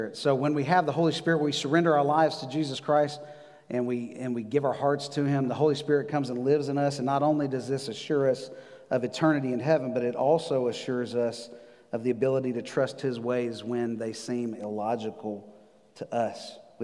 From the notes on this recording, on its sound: Recorded live on November 8, 2020 at The Fellowship at Two Rivers.